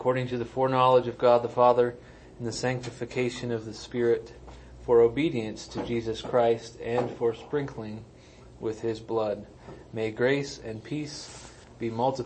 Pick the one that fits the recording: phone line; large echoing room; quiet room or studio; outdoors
large echoing room